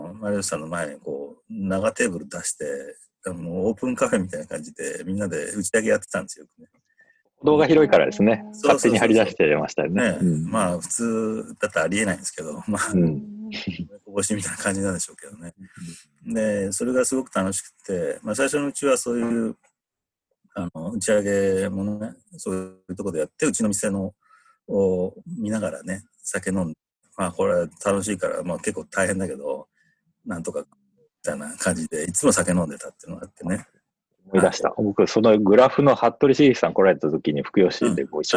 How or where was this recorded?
video call